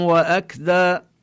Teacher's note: والكاف يعني ينبغي أن نبينها من مخرجها ونظهر فيها هذا الهمس